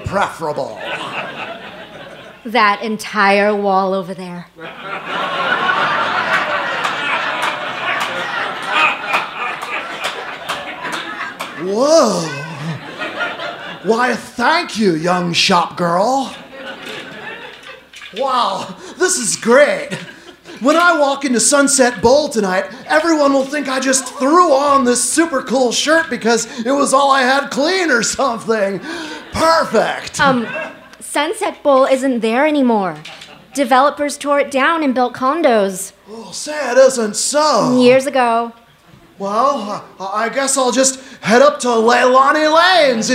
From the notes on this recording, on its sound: Recorded at the Forum at Town Hall Seattle on Dec 30, 2019.